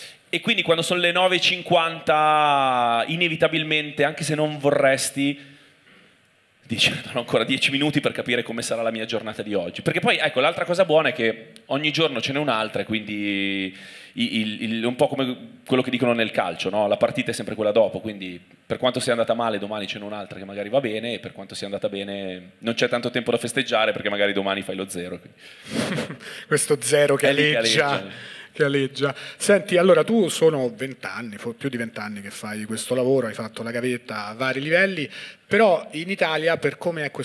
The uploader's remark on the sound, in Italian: Prima puntata milanese di Tintoria LIVE. Registrato a Milano presso Santeria Toscana 31.